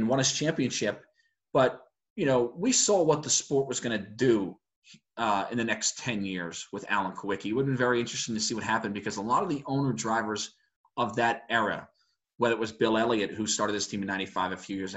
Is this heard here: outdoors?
no